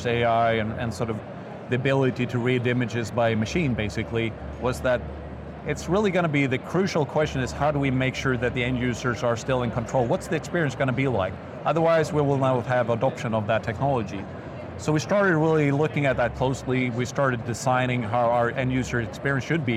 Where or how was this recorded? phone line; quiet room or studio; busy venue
busy venue